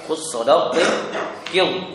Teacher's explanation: Istifal. Jadi naik, lidah bagian naik, bagian belakang itu naik, maka menimbulkan huruf yang suara yang tebal. · Term: Isti'la